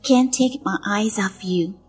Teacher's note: eyes 和 of 可以连读成 eyesof